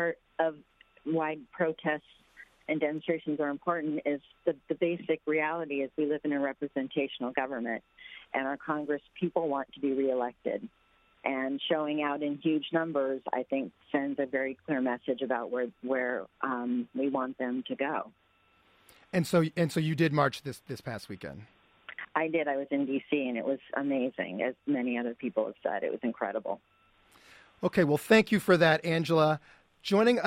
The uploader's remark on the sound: we invite listeners from all over to call